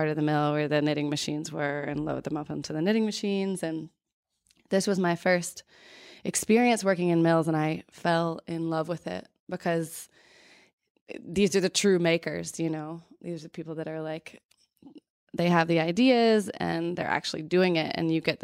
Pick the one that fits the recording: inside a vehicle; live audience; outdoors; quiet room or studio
quiet room or studio